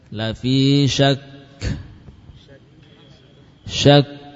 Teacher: Kita bayangkan ada dua kaf, kaf yang pertama sukun, yang kedua juga kaf lagi sukun. Ya. Namun yang dibaca dengan hembusan nafas adalah kaf kedua.